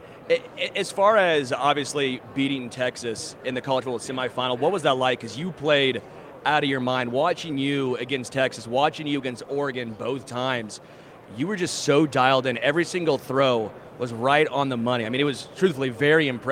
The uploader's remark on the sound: Live from Super Bowl LVII